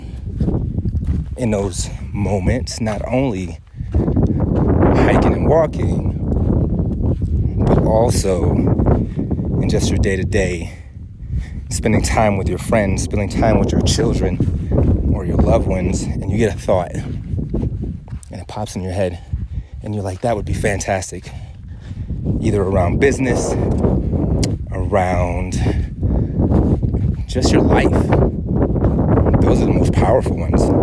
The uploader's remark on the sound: I was out hiking on the volcano of Mauna Loa, and Inspiration hit me to record this episode. The audio is a bit "windy." I thought about re-recording it from my desk computer, but I feel like it would take away from and degrade the message I want to share more than some wind noise.